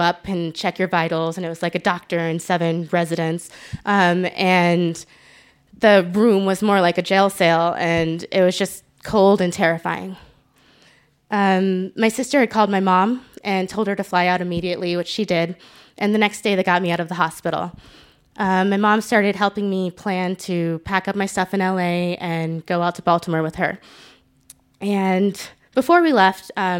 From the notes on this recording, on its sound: Told this story live at our 9th anniversary show on 20 March 2019 at Buntport Theater in Denver. Told this story live at our 9th anniversary show on 20 March 2019 at Buntport Theater in Denver.